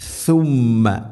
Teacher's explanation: മീമിന് ശബ്ദമുണ്ട് അവിടെ, മണിക്കണം